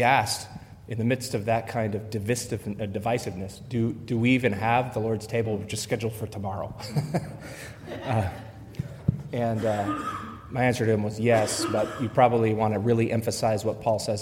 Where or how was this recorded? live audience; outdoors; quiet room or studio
live audience